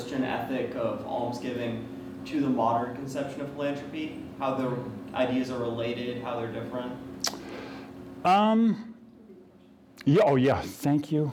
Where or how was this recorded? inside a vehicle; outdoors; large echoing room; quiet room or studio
large echoing room